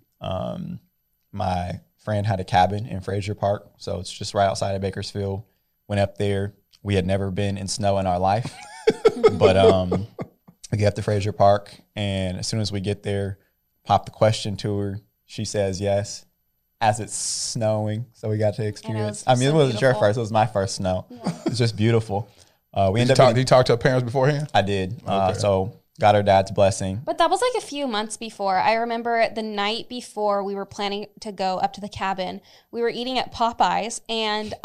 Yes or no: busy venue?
no